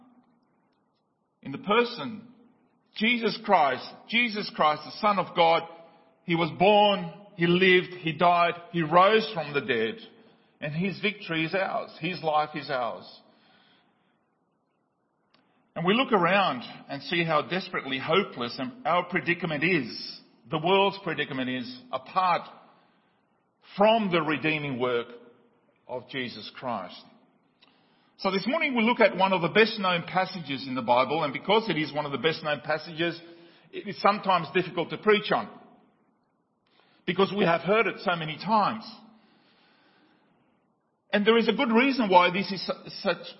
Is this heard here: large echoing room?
yes